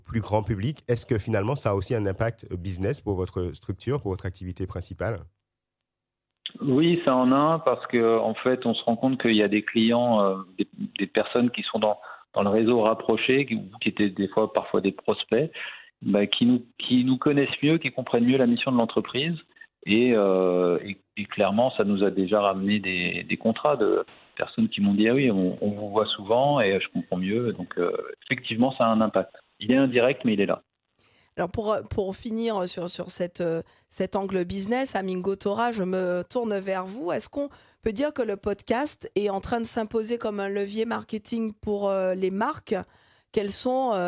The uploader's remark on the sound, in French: et par téléphone